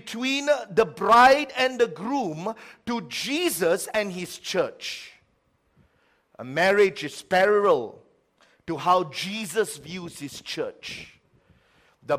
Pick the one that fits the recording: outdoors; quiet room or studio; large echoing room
large echoing room